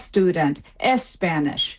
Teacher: they stick a vowel beforehand